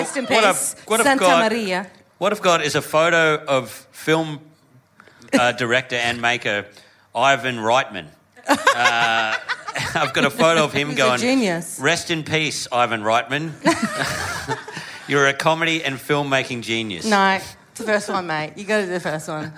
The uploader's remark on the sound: Live in Perth! A killer live episode.